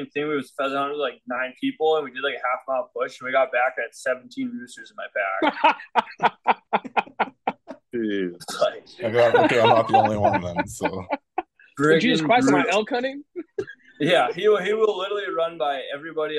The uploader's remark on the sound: LIVE!! BEER:30 Zoom Room Part 1. This is the first ever, recorded live, beer:30 episode.